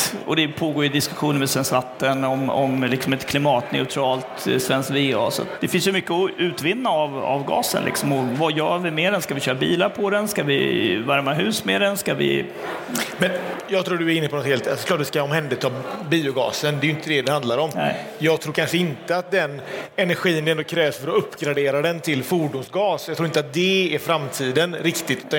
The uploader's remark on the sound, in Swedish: LIVE direkt från Innovationsscenen på VA-mässan den 29 mars. Första liveframträdandet.